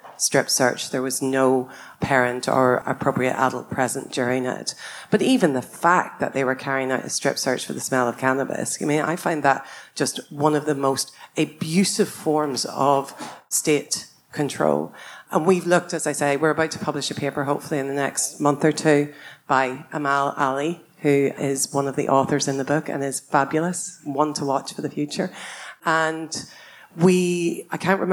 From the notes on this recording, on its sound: Recorded live at the book launch of ' Drug Science and British Drug Policy ’. We’re going to hear panel discussions.